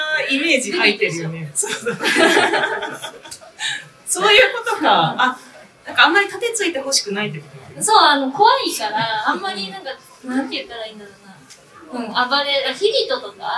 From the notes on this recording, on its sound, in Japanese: うめだ阪急にて初の公開収録を実施してきました〜。当日は満席となり大盛況でイベントを終えることができました。宇宙兄弟』の展示が催されている愛溢れる空間で、『宇宙兄弟』のことをたくさん話してきました。